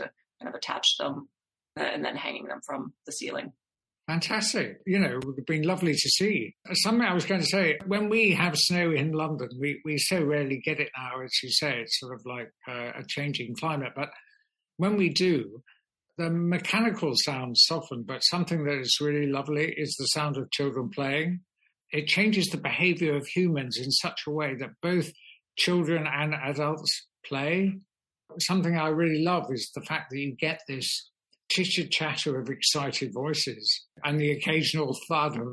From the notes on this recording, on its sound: Talk over the Internet on a Zoom call.